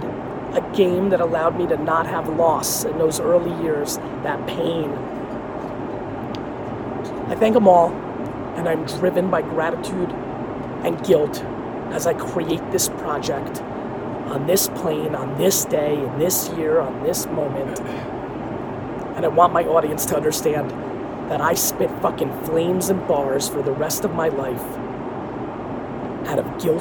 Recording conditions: phone or laptop microphone